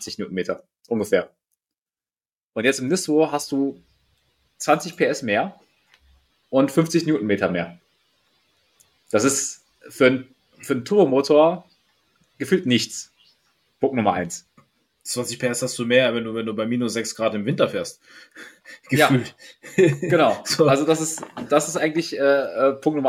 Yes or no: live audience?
no